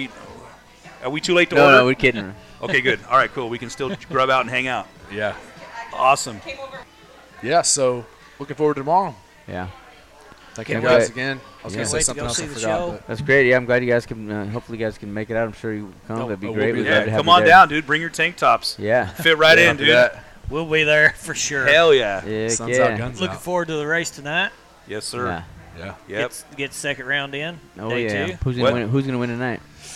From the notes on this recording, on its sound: The guys are in Knoxville, Iowa for the 62nd annual Knoxville Nationals. We are LIVE at the One Eleven Public House in downtown Knoxville.